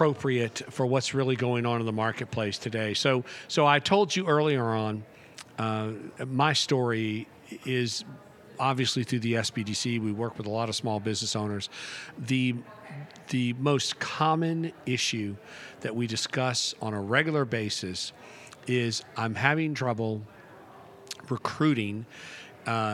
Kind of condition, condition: setting, busy venue